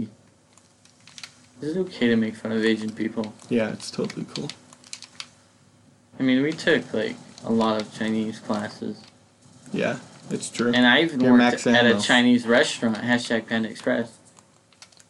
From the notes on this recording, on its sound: There is a lot of weird noises and clicking.